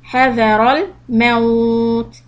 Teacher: this is soft and the tip of the tongue out for the letter ذال